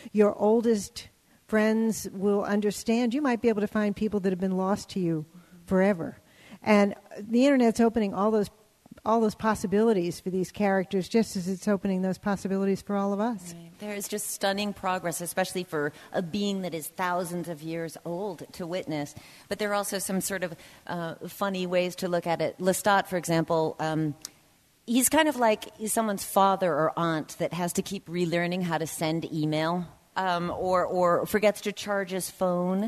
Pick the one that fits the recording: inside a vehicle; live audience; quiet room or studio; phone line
live audience